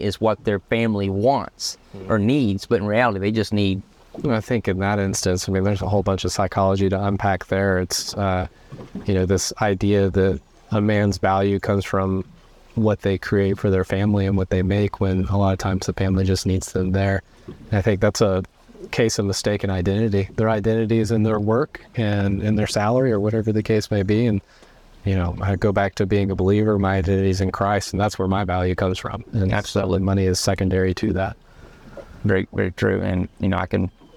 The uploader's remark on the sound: speed boat in the middle of Lake Allatoona just northwest of Atlanta, Georiga